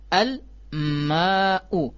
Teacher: Qamariyah. Jadi alif lamnya diizharkan, dinampakkan